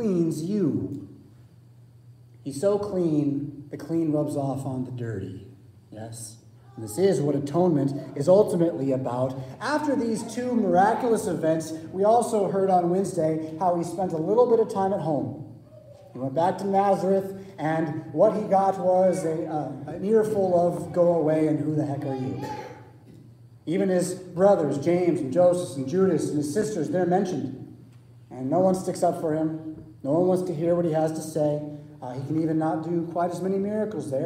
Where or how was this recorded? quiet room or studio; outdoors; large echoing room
large echoing room